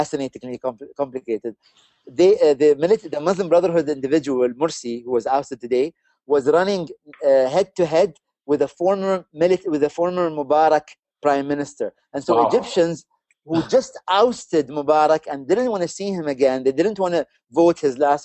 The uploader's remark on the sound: Recorded on July 3, 2013 in a Live Hangout